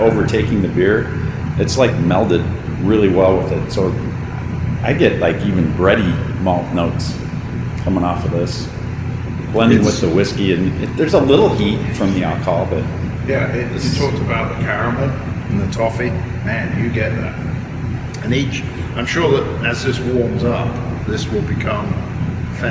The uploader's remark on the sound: Luckily, as we recorded throughout March, restrictions were being lifted, people were getting vaxxed, and we were able to keep our mask wearing to a minimum. These pubcasts are a collection of videos (or audio if you prefer to listen that way) which we recorded at the breweries listed below.